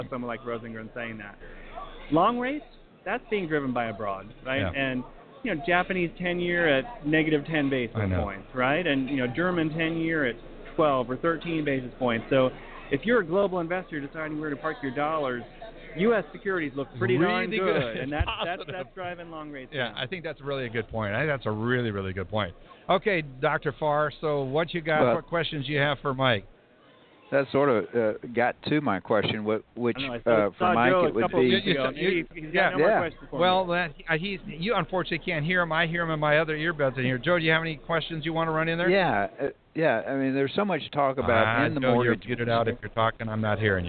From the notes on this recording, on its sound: Broadcasting "LIVE" from the MBA Mortgage Technology Conference & Expo. We will be broadcasting "LIVE" from D+H's Booth at the MBA's National Mortgage Technology Conference and Expo in Los Angeles.